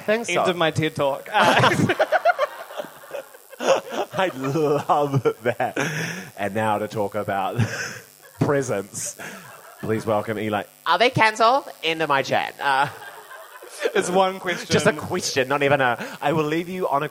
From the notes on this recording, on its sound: Recorded live in Auckland during pride, with a packed audience a lovely buzz on the microphones.